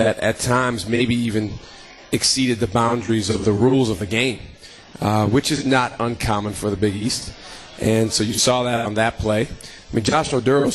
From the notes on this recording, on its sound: LIVE from MOTOR Bar & Restaurant.